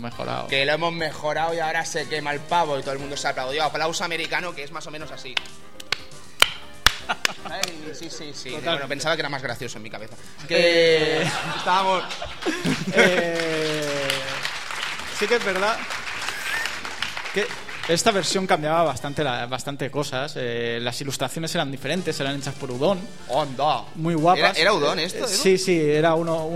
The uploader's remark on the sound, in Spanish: Programa grabado desde el evento Elche Juega.